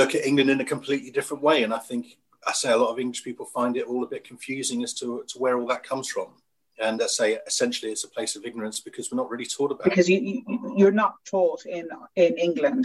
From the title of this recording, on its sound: Three heads on the Zoom